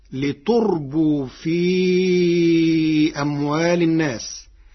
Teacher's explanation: قرأ ورش كلمة ليربو بتاء مضمومة وإسكان الواو فتصير لتربو في أموال الناس، على أنه مضارع أربى المزيد بالهمزة، والتاء فيه للخطاب، والواو للجماعة، والفعل منصوب بحذف النون.